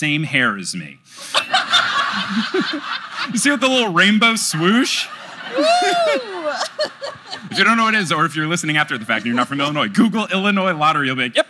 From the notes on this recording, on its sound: LIVE in Chicago! It’s a fun show in front of a packed crowd.